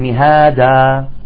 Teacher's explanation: حالة الوقف بألف تمد بمقدار حركتين · Term: مد العوض